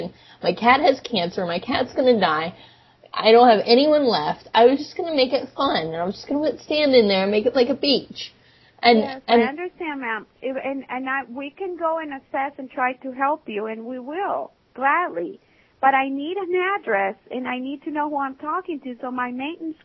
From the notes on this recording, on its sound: "apartment ohemgee needs help" from archive.org was assembled into the "RBCP's Personal Prank Phone Calls Collection" podcast by Fourble.